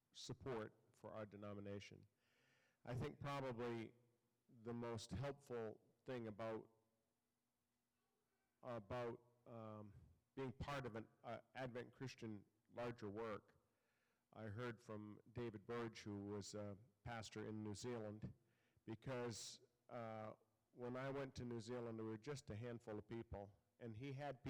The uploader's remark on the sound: Audio from the 2019 Eastern Region "Town Hall" Forum.